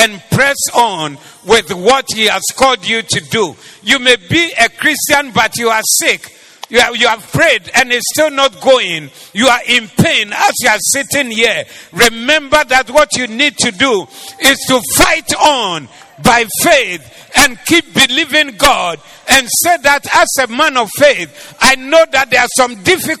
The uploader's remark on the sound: Preached at the Zeloo Service